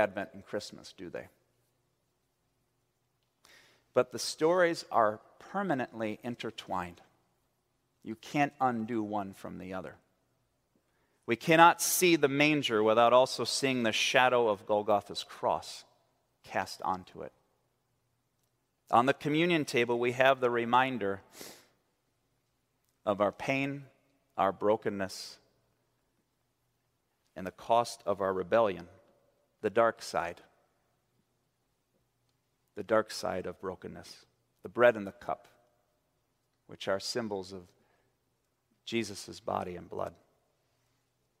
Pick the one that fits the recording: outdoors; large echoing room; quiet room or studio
large echoing room